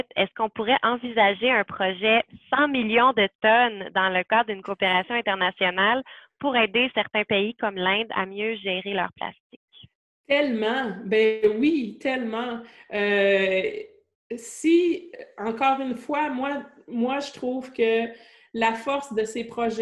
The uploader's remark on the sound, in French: Conférence en ligne organisée par le Collège de Maisonneuve.